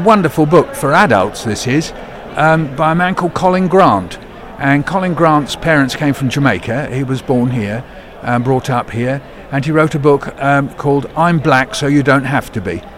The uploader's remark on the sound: Bett2023 Show Floor broadcasting